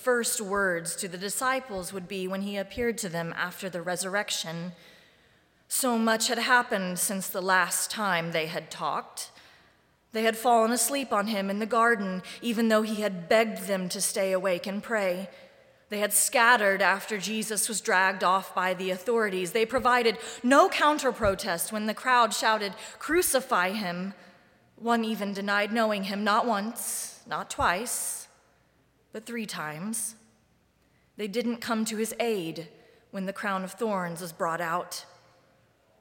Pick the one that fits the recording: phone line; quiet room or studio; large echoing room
large echoing room